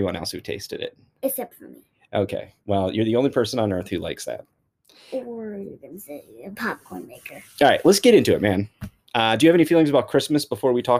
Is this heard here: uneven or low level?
yes